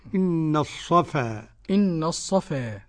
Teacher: الصفا ليس فيها تقليل ولا إمالة لأحد